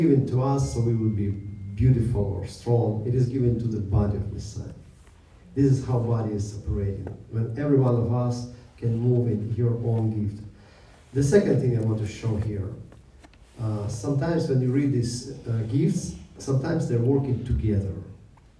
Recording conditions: large echoing room